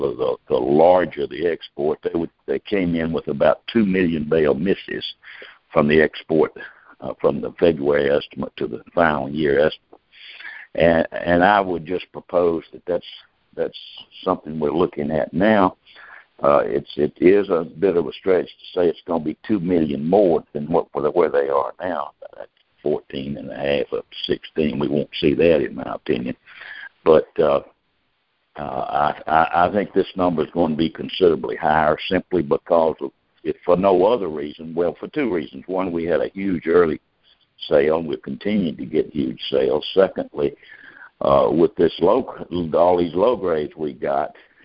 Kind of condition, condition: link, phone line